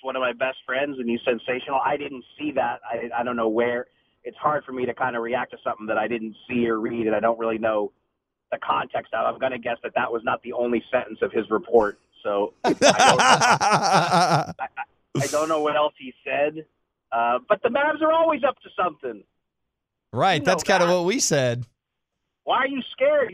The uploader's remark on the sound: called in to the Ben and Skin show